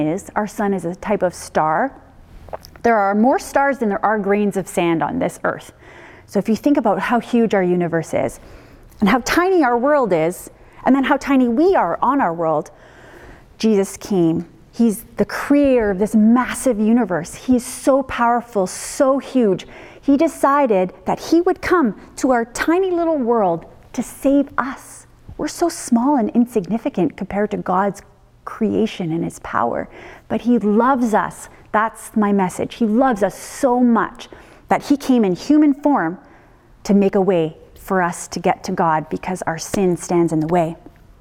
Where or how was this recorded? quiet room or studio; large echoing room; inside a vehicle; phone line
large echoing room